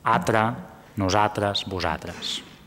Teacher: l'emmudiment de la L en certes paraules